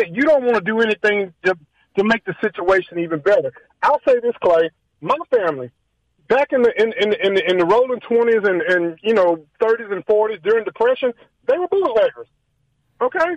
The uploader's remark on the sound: Calls in with the call of the day, he pisses off multiple other folks that call in to dispute his point.